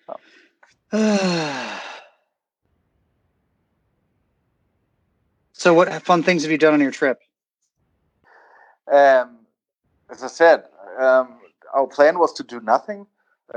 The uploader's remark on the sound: A return to Spanish speaking countries and low quality audio! Phones in from Mallorca.